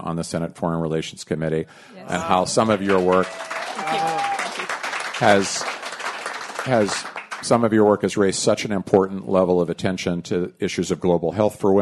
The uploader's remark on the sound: Recorded in front of a live audience at the Music Hall Loft in Portsmouth, NH.